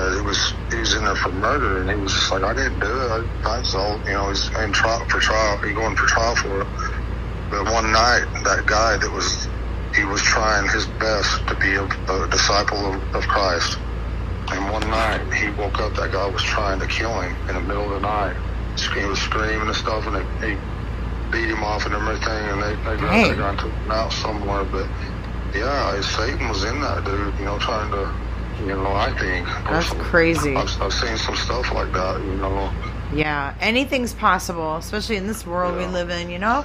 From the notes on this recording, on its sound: phone calls